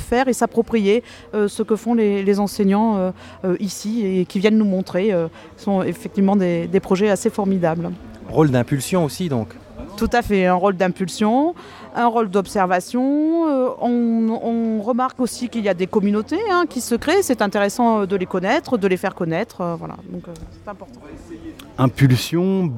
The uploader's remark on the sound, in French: Troisième hors série en direct de la onzième édition de Ludovia. Encore un épisode entièrement consacré aux entretiens enregistrés dans les jardins de Ludovia 11.